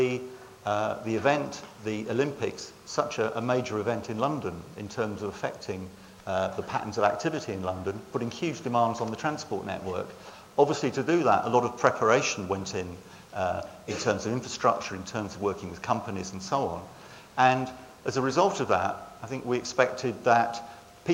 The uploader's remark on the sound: Location: Cruciform Lecture Theatre 1, Cruciform Building, Gower Street, London, WC1E 6BT.